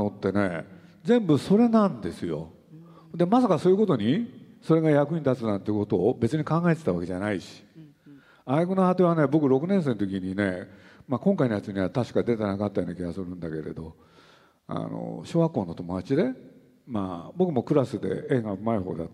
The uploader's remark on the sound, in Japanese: 横浜市立図書館100周年記念講演会